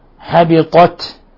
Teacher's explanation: نلاحظ الهمس في التاء لأنها ساكنة وهي يعني ساكنة وهي من حروف الهمس، فحثه شخص سكت فنظهر فيها الهمس.